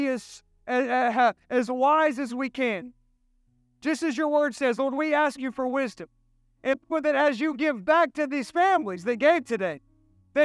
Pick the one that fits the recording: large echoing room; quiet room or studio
large echoing room